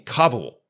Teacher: with the accent on the first syllable